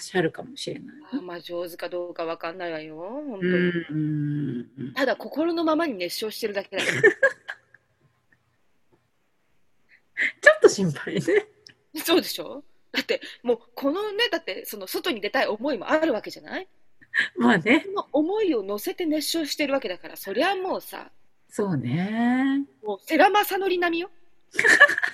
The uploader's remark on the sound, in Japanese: リモート収録